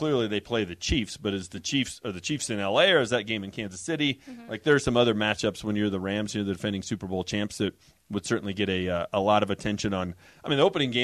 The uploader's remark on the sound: live from Ball Arena